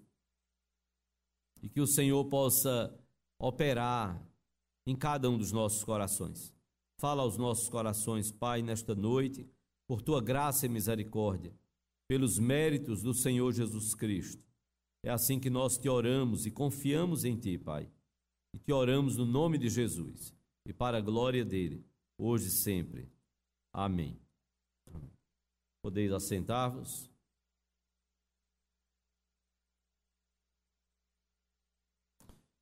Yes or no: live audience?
yes